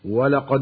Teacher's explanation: ومن أحكام التلاوة هنا قلقلة الدال الساكنة من كلمة ولقد